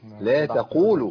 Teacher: القاف المضمومة لا تبدل بكاف مضمومة